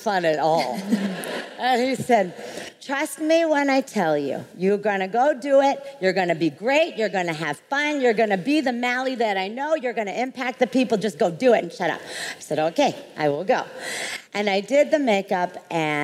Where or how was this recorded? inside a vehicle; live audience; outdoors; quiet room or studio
live audience